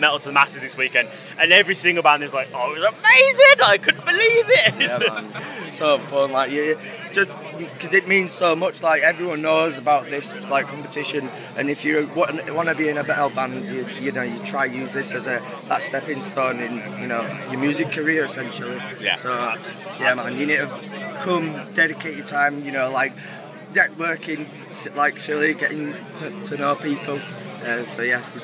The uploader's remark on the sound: From our 'Live from Bloodstock 2023' series.